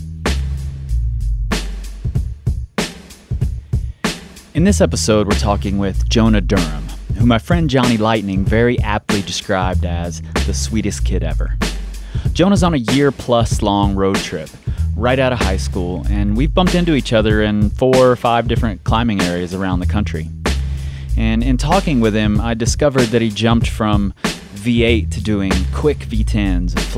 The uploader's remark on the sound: We recorded a conversation while in Hueco Tanks this winter.